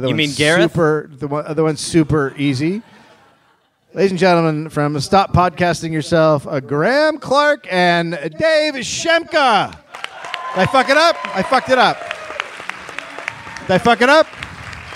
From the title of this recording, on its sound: Live in Vancouver